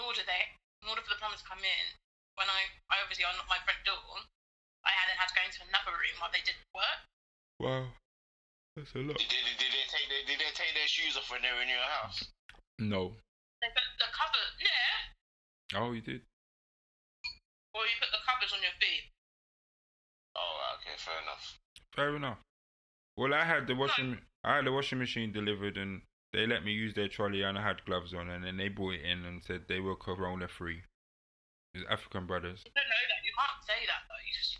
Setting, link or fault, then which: link, phone line